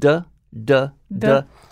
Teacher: You want to keep your lip still when you say, and you're using the letter D, but you're pressing your tongue forward into that ridge where your teeth meet your palate, and you're pressing it, duh.